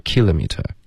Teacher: 如果是英式的口音，它的重音是 kilometer，第一个音节